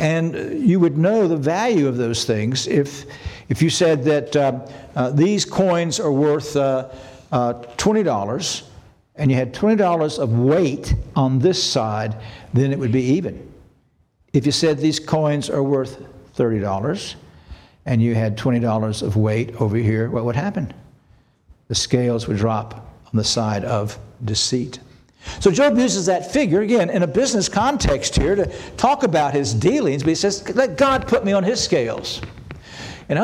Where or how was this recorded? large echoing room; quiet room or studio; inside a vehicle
large echoing room